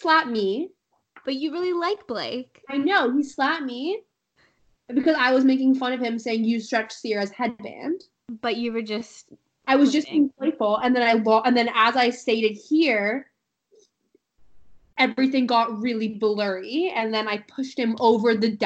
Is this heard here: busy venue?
no